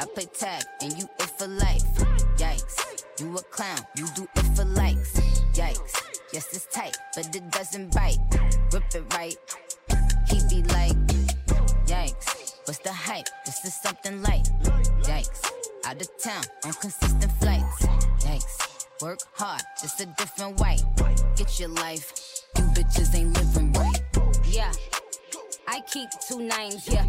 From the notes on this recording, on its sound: IT WAS A BLAST BEING A GUEST DJ HERE IS MY LIVE RECORDED SET.